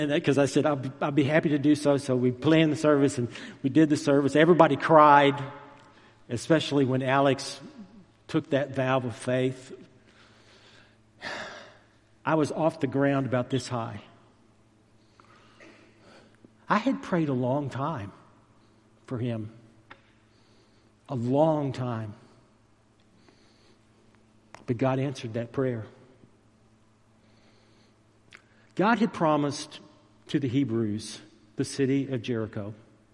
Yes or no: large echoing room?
yes